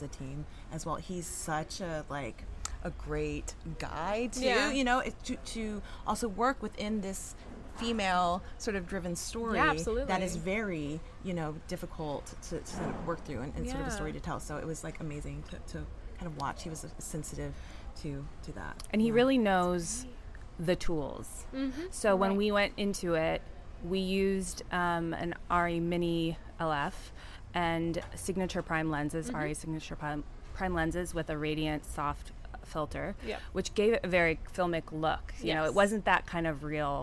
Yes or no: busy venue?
yes